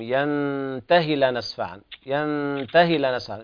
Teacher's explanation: ما في إشباع في الهاء، لا تشبيع مادة الهاء